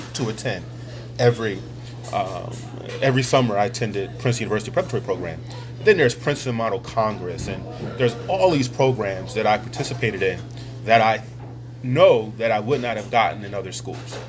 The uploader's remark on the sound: over a meal at Pat's Diner